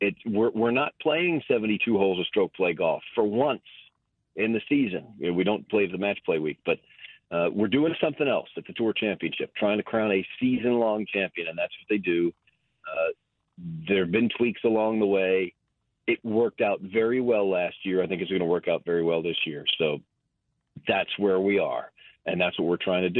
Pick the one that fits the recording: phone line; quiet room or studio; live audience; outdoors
phone line